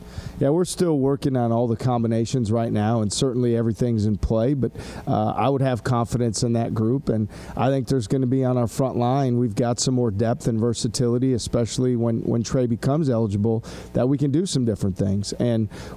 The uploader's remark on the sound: media day press conference